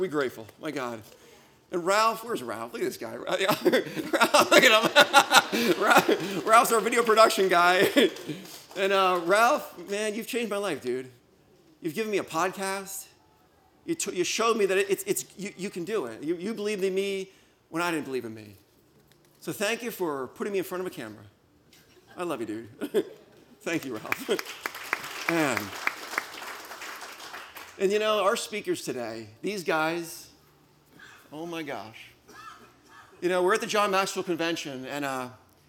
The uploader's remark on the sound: LIVE recording. Blue Ridge Estate Vineyard & Winery hosted their first Personal Growth Day, where five top-tier motivational speakers from the US and Canada delivered presentations.